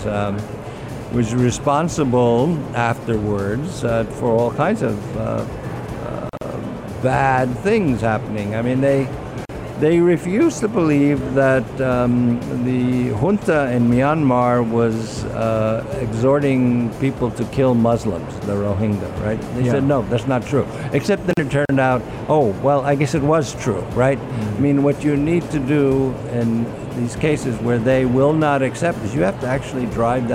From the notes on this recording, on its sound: Live at IGCF.